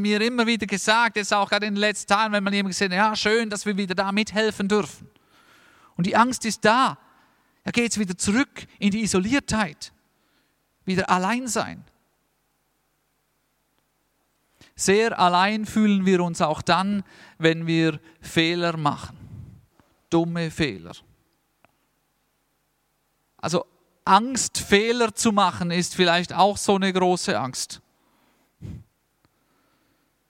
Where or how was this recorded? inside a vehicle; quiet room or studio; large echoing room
large echoing room